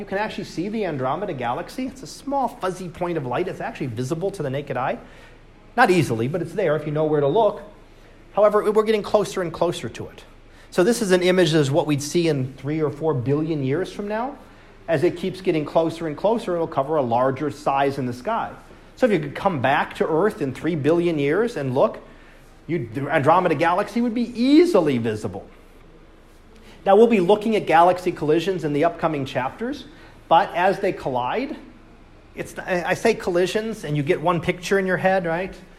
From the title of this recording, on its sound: Live Class Lecture